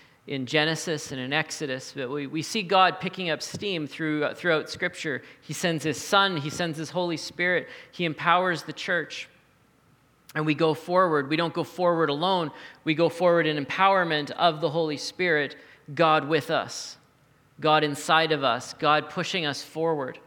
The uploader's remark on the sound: recorded at the Saturday Night Church venue of The Neighbourhood Church in Saskatoon Saskatchewan.